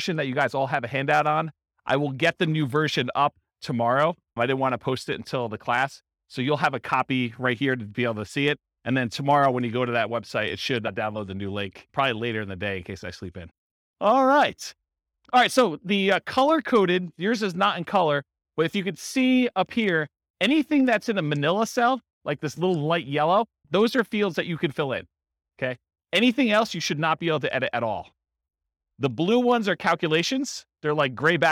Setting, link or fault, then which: setting, live audience